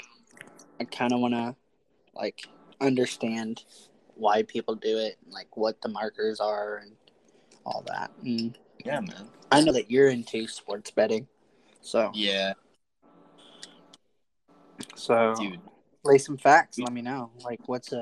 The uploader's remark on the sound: We had an audio malfunction during the episode record.